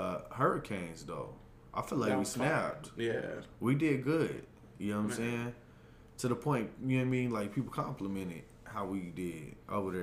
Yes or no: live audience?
no